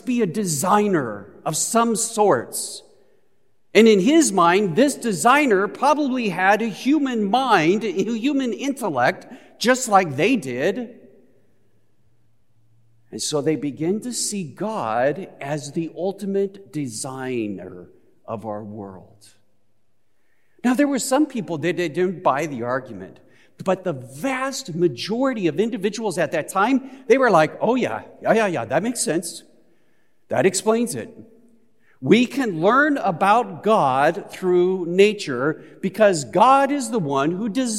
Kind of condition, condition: setting, large echoing room